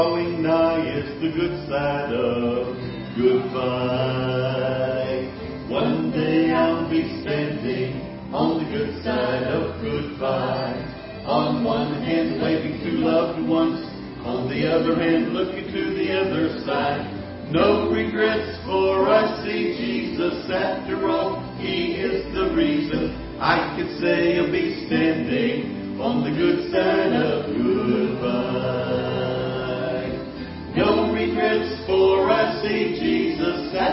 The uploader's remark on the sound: Ketha Heights Baptist Church ~ Live Broadcast